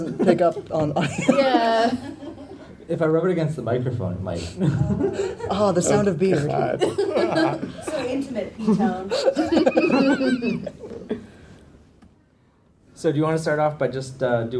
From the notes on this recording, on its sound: Here's the recording of the live audio. Our Balticon 49 live recording. Special thanks to our lovely audience!